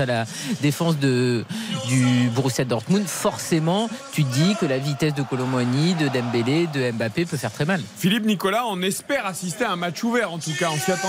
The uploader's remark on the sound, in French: en direct du Parc des Princes